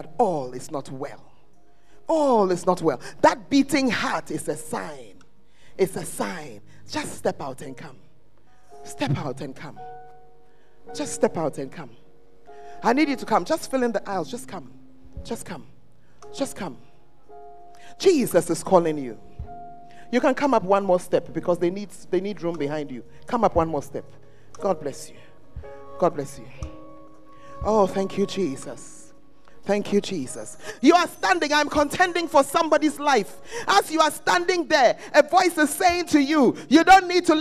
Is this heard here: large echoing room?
yes